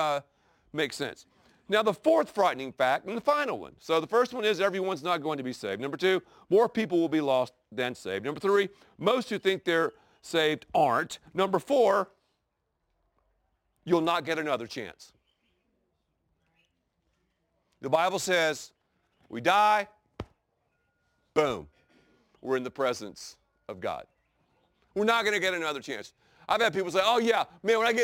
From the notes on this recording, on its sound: preaches from the very place where Jesus delivered the Sermon On the Mount at the Sea of Galilee in the Holy Land